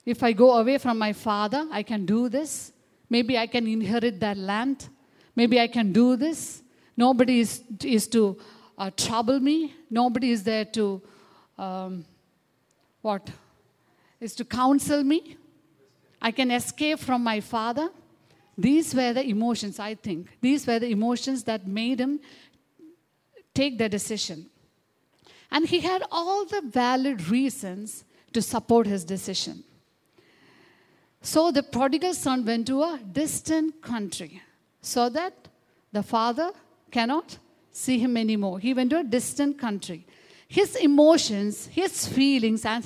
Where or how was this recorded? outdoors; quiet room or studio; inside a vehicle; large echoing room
large echoing room